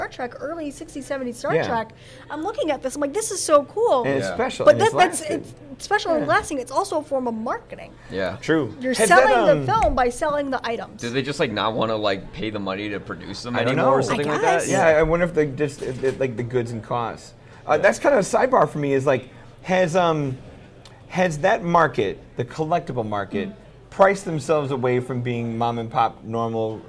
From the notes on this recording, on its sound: Invited me to his hometown in Peotone, to join a panel at Lodgecon 2022.